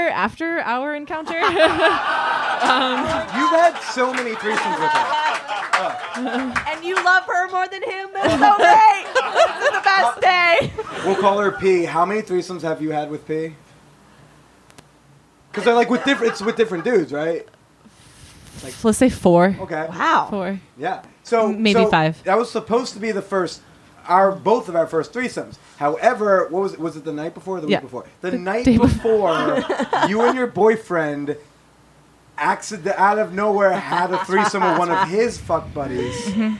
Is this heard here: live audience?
yes